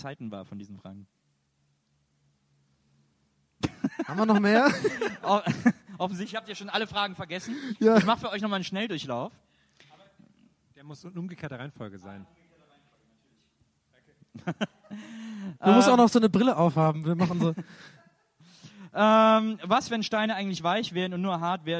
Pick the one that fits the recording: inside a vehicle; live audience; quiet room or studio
live audience